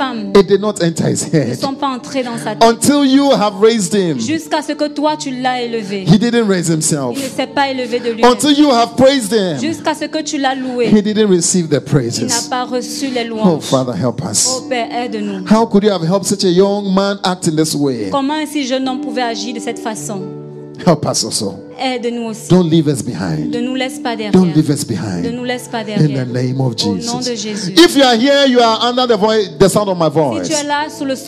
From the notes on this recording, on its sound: Preached during Joyful Hour Sunday Service